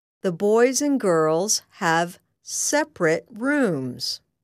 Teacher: When separate is an adjective, pronounce the last syllable of the word as ret.